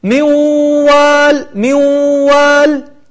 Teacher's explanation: قلبنا النون إلى واو، وأدخلنا الواو مع الواو · Term: الإدغام بغنة